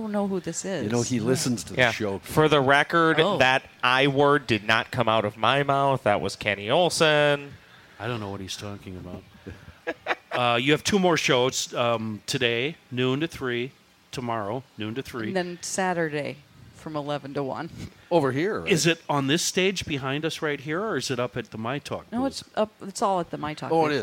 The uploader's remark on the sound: Celebrating 2 years of Crabby Coffee from the Minnesota State Fair!